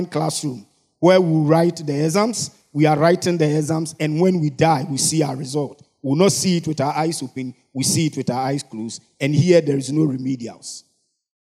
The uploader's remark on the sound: Sermon preached at CBC Shiashie Campus